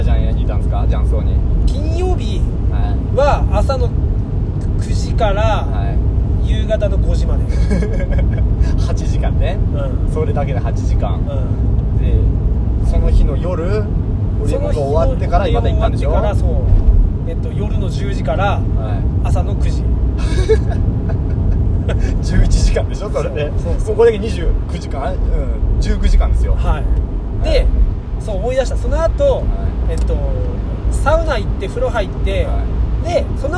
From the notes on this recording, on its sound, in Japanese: 遠方に向かう営業車の中で連休中の話をしております。